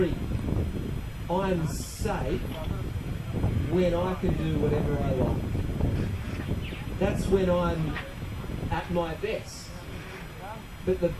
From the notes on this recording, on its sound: Apologies for the audio quality on this recording